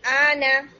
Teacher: ٹھیک ہے، یہ لام اور حمزہ یہ مرج نہیں ہوں گے آپس میں، تو لام کو ہم اس کی اصلی حالت میں ہی پڑھیں گے، اور چونکہ مرجنگ نہیں ہو رہی اس وجہ سے یہاں پر ہونے والی مد مخفف ہے. مد لازم، کلمی، مخفف.